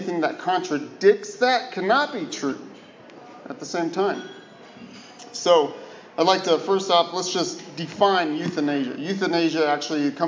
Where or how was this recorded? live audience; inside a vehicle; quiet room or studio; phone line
live audience